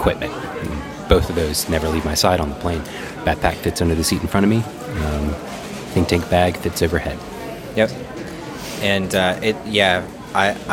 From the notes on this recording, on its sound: We apologize in advance for the background noise in this one as it was recorded in the middle of a busy airport before an impending blizzard. Pre-blizzard epicast.